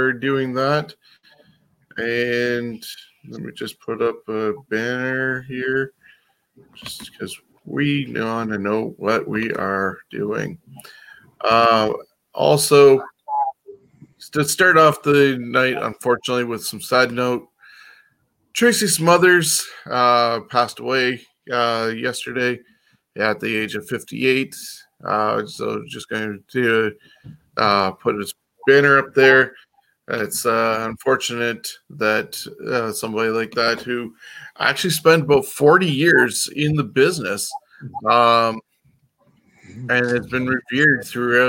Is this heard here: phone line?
no